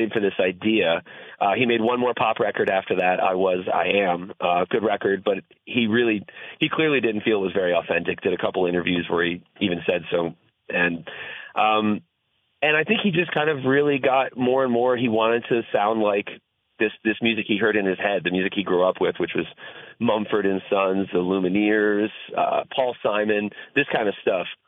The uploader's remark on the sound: Calls from the Audience. Takes your phone calls!